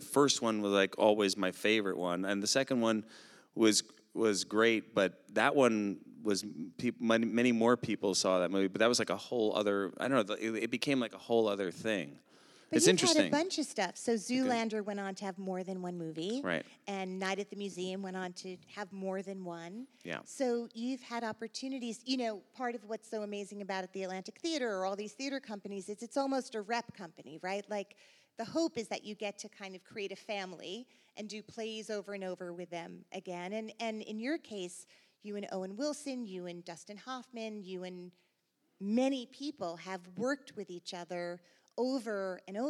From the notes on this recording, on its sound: On stage in front of a live audience at The Atlantic Theater as part of her live podcast series.